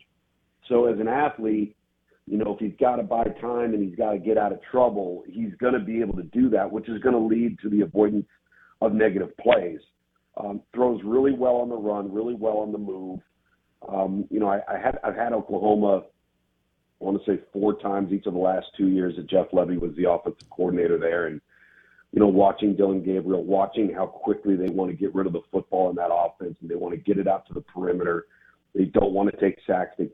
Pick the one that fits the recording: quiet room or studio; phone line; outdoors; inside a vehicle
phone line